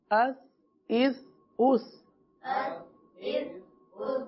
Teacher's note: سا کا مخرج کیا تھا، زبان کا سرا اور اوپر کے دانتوں کے اندرونی کناروں سے